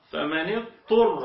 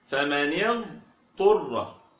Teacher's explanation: لابد أن نظهر الضاد بصفة الاستطالة لأنه حرف ساكن، وبعد كده نأتي بالطاء · Shown in: second take